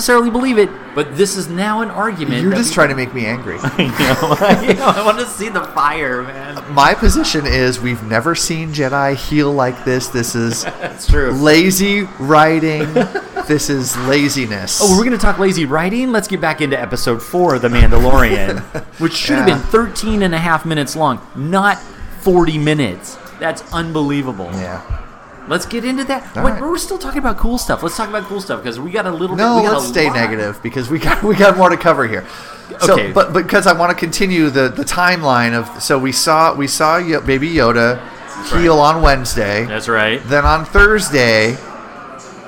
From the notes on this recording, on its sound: Recorded live at Timeless Pints.